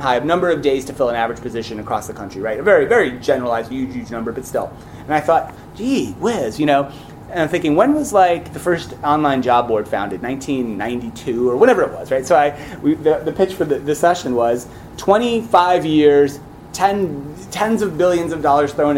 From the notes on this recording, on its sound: recorded live in San Francisco on site at Greenhouse Open, the customer event for recruiting technology provider Greenhouse